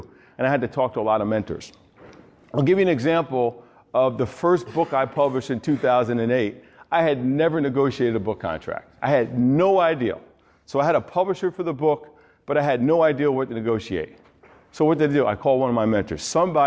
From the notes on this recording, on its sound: With a live audience of student athletes and coaches at Herkimer County Community College in New York.